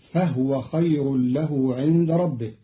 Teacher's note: قرأ قالون كلمة فهو بإسكان الهاء